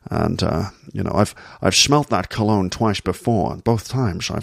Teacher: You just lower your voice down here like this. Make your voice as low as possible. And then all of the S sounds become sh.